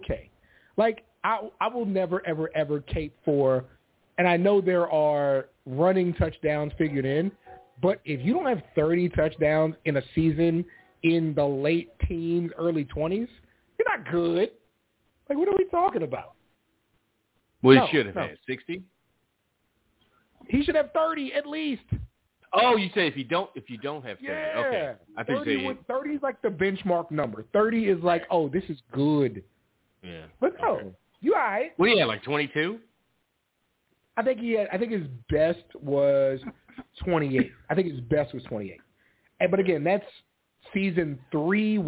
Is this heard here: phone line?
yes